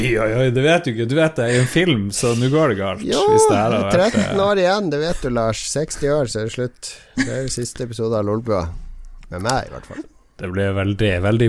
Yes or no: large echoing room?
no